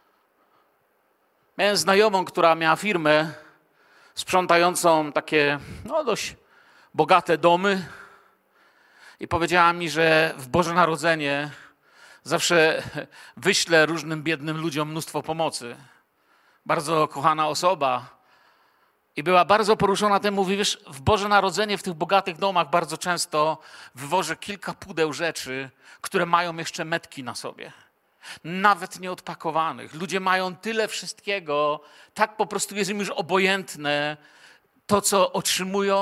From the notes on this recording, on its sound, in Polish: Wykład nagrano podczas niedzielnego nabożeństwa w Kościele „Filadelfia” Bielsko Biała.